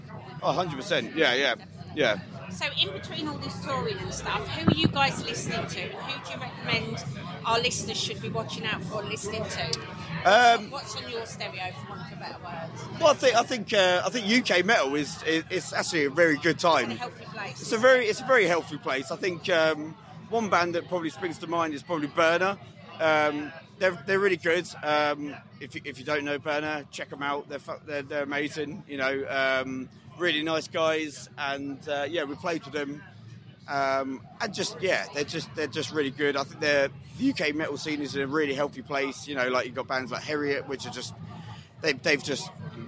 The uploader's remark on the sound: Bloodstock Festival 2023. Chat with us at Bloodstock Festival.